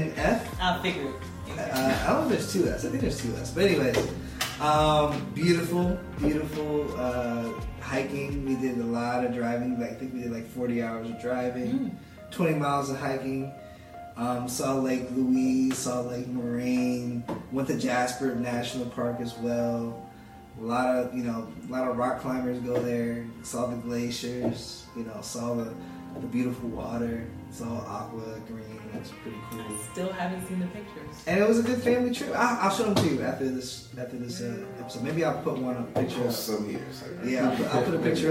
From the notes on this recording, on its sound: Disclaimer: We had some technical difficulty with the audio during the production of this podcast. Our apologies for the audio quality in this particular podcast episode.